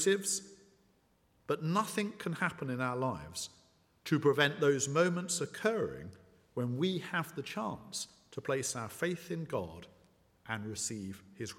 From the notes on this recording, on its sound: at the 11 o'clock service